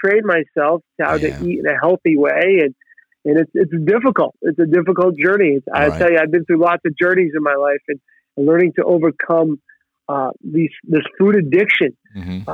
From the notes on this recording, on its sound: Location: TMB Office, Phone